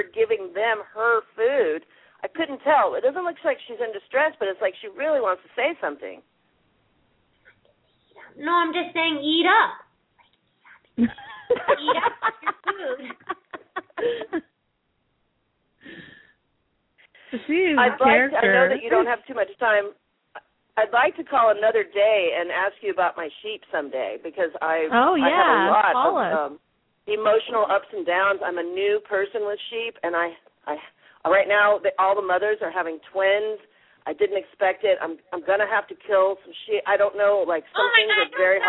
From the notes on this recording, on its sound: open up the lines for listeners to call